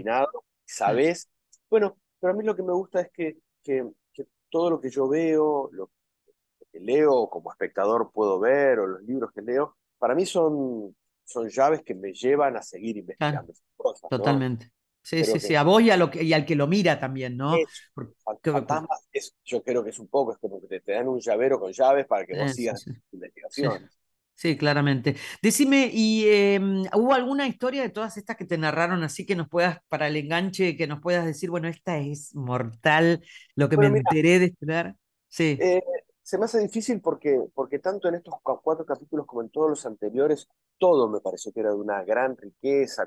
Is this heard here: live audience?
no